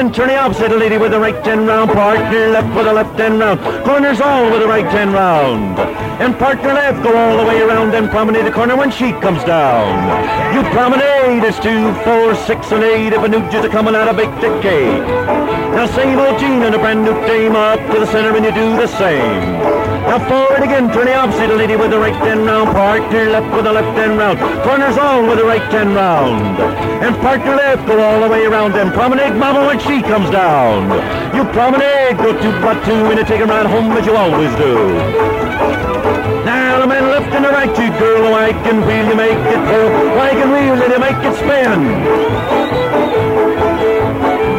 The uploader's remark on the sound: An estimated 15,000 folks danced under a clear sky on the Pacific Ocean with 35,000 spectators to cheer them on. The event was recorded. That reel-to-reel tape has been digitally remastered and is presented here.